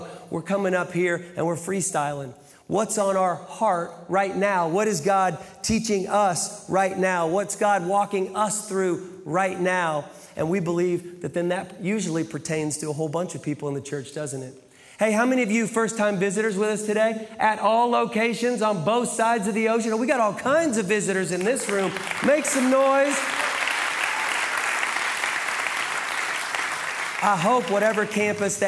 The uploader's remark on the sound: Live from the Brussels campus